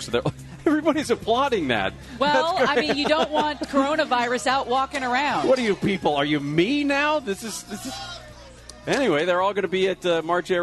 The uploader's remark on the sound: LIVE at HK's Bar and Grill in Rancho Cucamonga